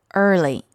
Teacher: early 发的是长音，呃美式发音要加上儿化的感觉